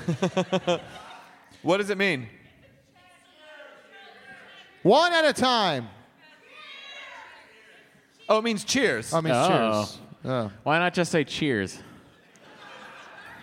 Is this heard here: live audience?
yes